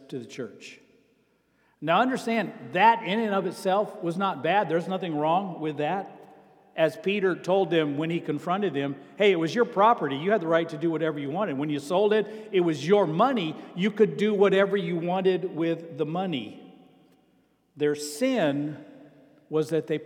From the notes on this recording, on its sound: Sermon preached on September 10, 2023, at Avondale Baptist Church.